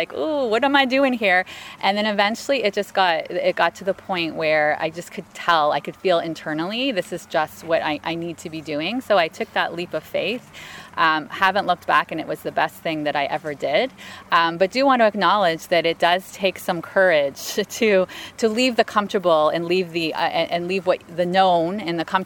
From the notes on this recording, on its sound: This interview was recorded at the Imagine Your Workplace 2019 conference.